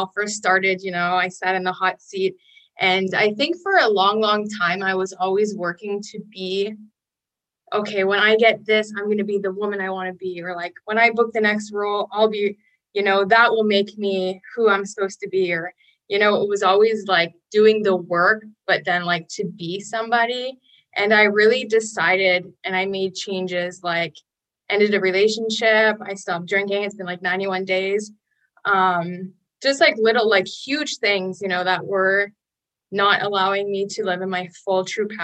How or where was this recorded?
video call